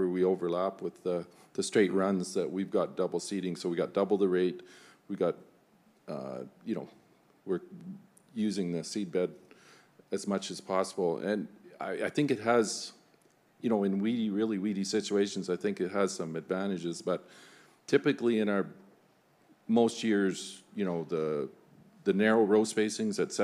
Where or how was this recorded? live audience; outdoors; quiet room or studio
live audience